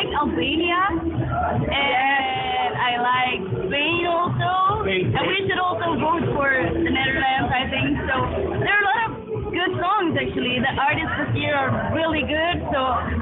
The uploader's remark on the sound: Please excuse the audio quality - we were completely unprepared. It should still be listenable, though.